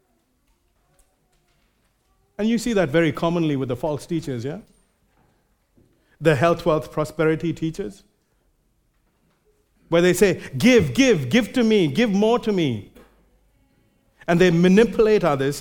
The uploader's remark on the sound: Recorded live at Grace Community Bible Church.